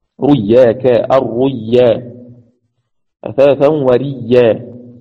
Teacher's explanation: أثاثا وريا قد صدقت الرؤيا، بياء مشددة. إدغام الحرف المبدل فيما بعده في الياء، في الياء بعده، فتصير ياء مشددة